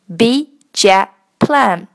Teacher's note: 把 big 的 g 不要了，把 jet 的 t 不要了 · Term: 失爆现象